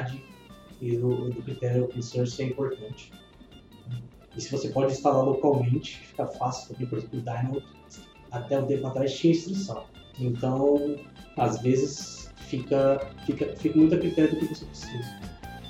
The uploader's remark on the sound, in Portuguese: Perdão pela qualidade das vozes, tivemos que utilizar outro equipamento na gravação que complicou um pouco as coisas.